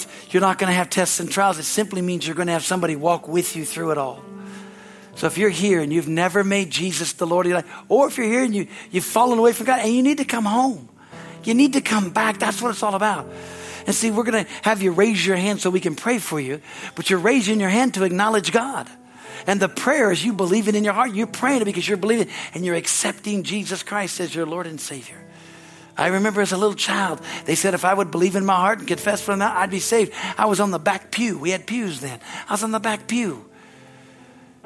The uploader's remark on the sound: from our Easter service on April 9, 2023 at Harvest Bible Church in Stockton, CA.